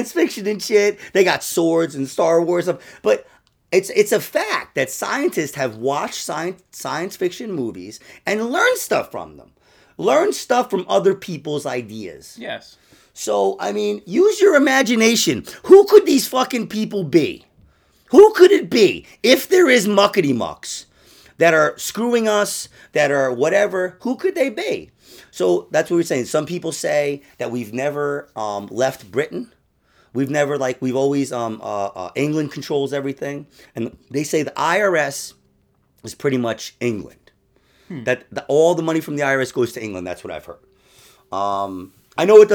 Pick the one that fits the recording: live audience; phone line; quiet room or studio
quiet room or studio